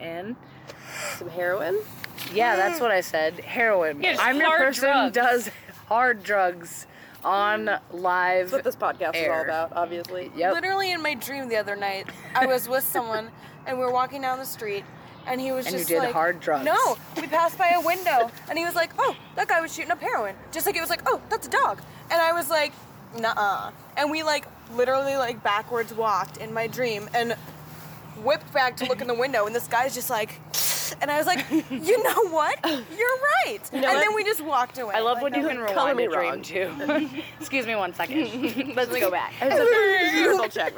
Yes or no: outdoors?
yes